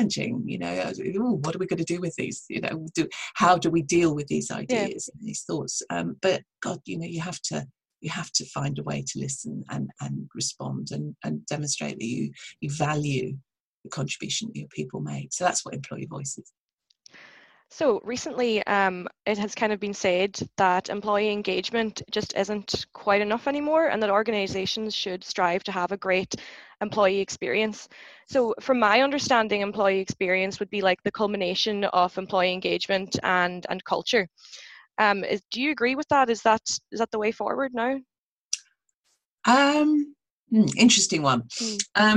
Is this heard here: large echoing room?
no